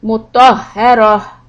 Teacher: the ta marbuta in the end, the round ta becomes the ha sound